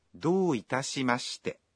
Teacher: When you say, どういたしまして、you say the vowel O in ど one beat longer.